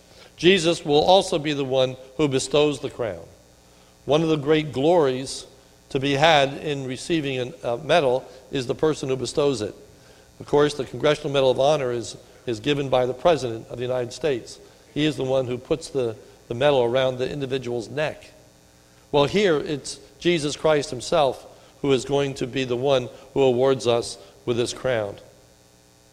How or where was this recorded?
large echoing room